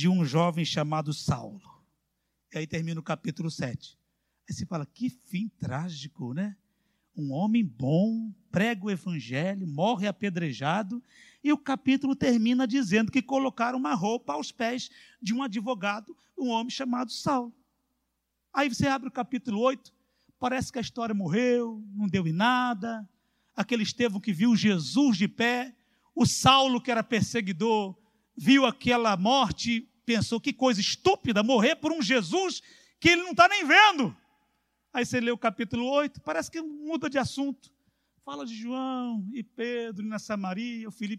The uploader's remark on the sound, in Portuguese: CULTO AO VIVO